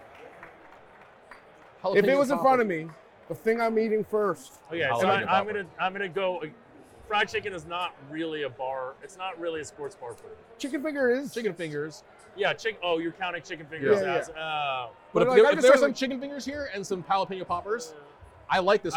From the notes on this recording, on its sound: Hoops and Hops at the Cosmopolitan of Las Vegas. Live from the Cosmopolitan of Las Vegas.